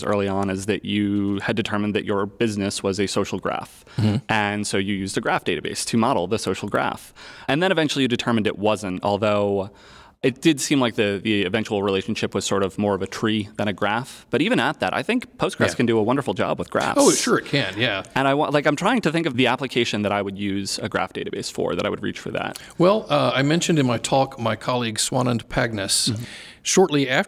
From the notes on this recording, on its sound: live from RailsConf